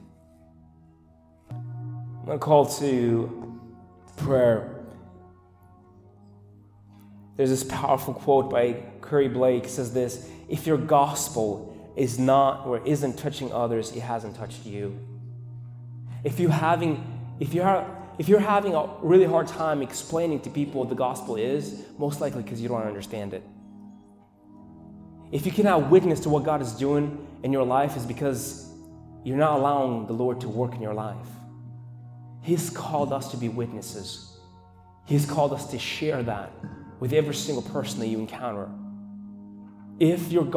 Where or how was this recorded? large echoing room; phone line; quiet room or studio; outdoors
large echoing room